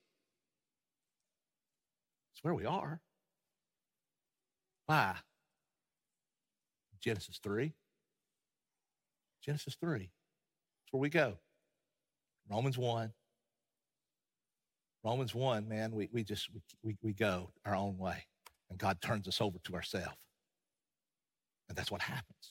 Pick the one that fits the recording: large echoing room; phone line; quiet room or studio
large echoing room